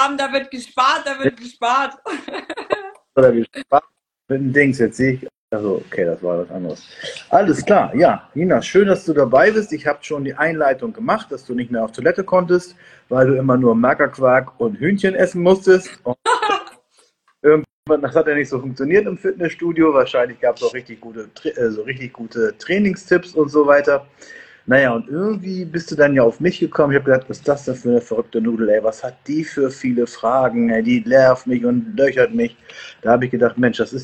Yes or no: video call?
yes